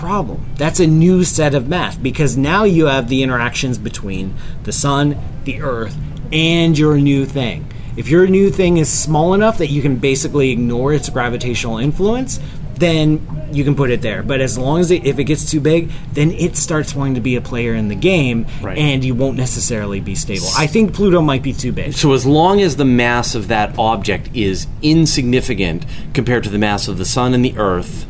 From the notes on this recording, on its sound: We recorded this week's episode of the QA show from inside the Carnival Magic cruise ship, as part of our summer Astrotour.